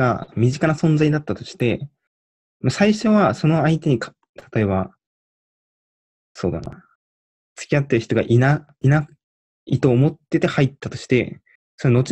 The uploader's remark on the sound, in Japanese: 録音に失敗しました。